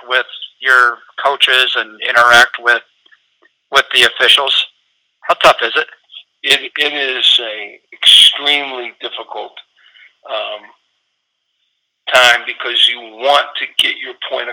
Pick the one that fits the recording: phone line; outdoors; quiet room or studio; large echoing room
phone line